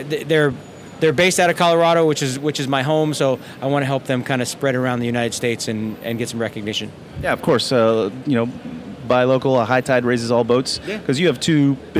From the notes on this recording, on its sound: reporting from the field at Tales of the Cocktail in New Orleans, the world's premier cocktail festival